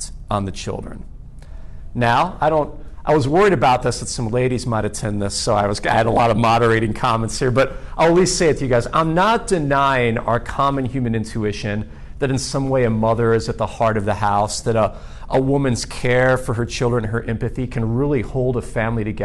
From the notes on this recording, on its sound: This talk is one of the breakout sessions that took place during the 2022 Catechetical Conference for the Archdiocese of Oklahoma City.